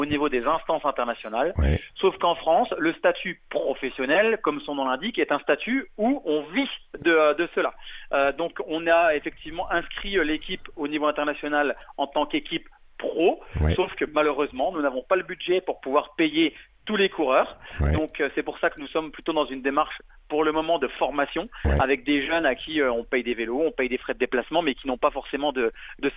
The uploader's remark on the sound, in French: Au téléphone. Lors d’une pause entre deux étapes du Tour de France. À la maison dans le Jura, nous en studio.